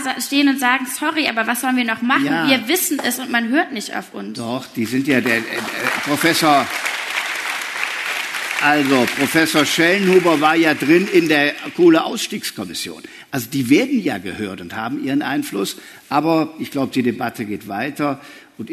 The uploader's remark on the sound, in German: Es wurde im Rahmen der Veranstaltungsreihe „Spiegel Live“ aufgezeichnet, Mitte Oktober auf der Frankfurter Buchmesse.